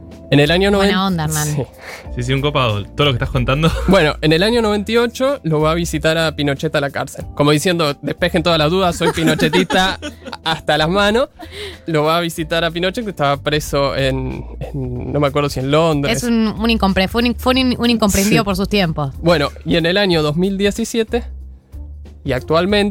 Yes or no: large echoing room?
no